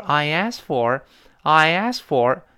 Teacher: 我在读 asked 这个呃动词一般过去式之前呢，在前面人为的加了一个 ye 。就是拼写里边那个半元音耶，有点像字母 J 的那个耶。那咱们记住，就是呃两个元音撞在一块儿，如果上面一个元音就前一个元音，它是发 e，它是发 a，它是发 i，这些情况的时候，那么在下面碰到另外元音的时候呢，在读另外一个元音的之时，我们就人为的加上一个耶。我再说一遍哦，就是上面一个元音，它本身发 e。本质发 a，本质发 i，你看它最后都是 a a 这个声音。你看 a 本身就是 a，a 是 a 加 a，对不对？读成 a，i 是 r 加 a，读成 i，对吧？反正最后都是 a a 这么声音 a ai。那最后呢，在连读另外一个元音的时候，中间我们